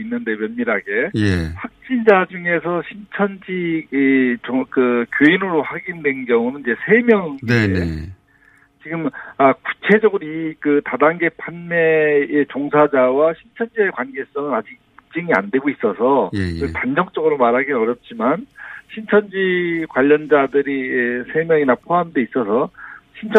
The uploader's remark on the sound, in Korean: 전화연결